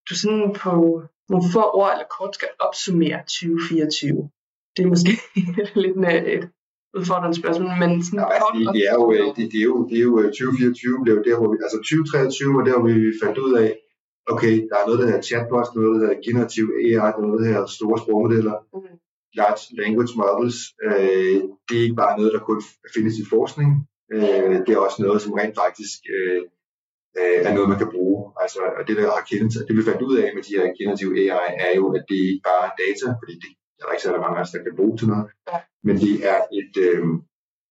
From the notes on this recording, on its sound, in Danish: Psst, der har været en lille drillenisse på spil, som har skruet på knapperne. Det betyder, at lyden er lidt mere sprød, end vi egentlig gerne ville have den.